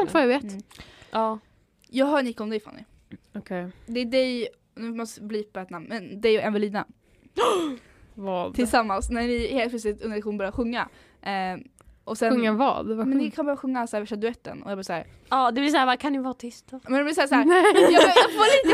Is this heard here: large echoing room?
no